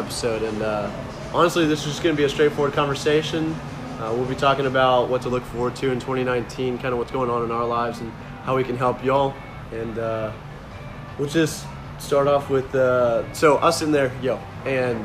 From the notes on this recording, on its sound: Sit outside of Marlow's Tavern and just hit record. We decided to shoot an episode while we just chatted at lunch together.